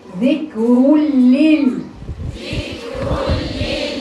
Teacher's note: أولا هي ساكنة. ثانيا فيها صفة تخليني اقف عليها اكتر اللي هي الهمس